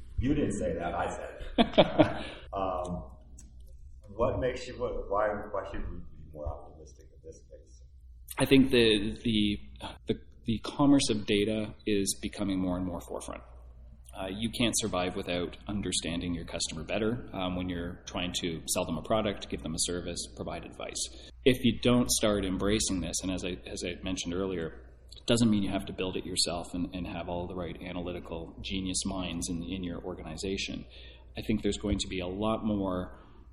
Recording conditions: busy venue